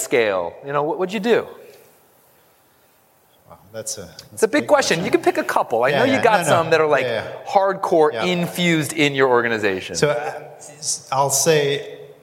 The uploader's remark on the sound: we take you to the SaaStock on Tour New York stage for what was one of the most entertaining and well-received panels on the day